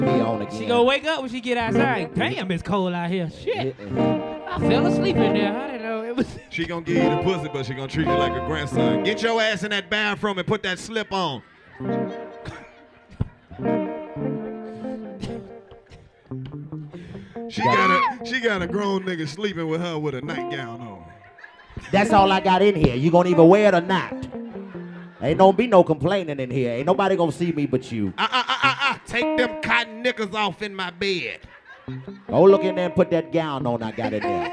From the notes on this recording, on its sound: Light up Nashville with a fiiiiiiire live podcast from Zanies Comedy Club. If your in the front row at a live podcast - you getting roasted by the best roasters in the game but its all love!